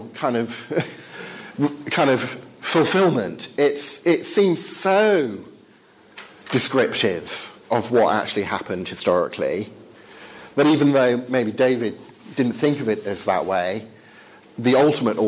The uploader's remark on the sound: Talk with Q&A from Highfield Church Southampton